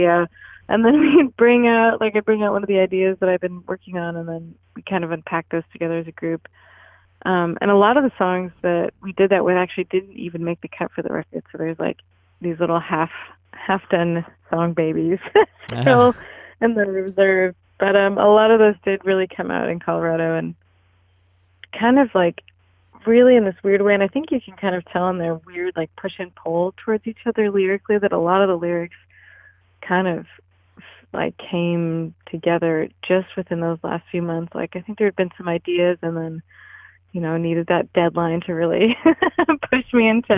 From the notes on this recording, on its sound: by phone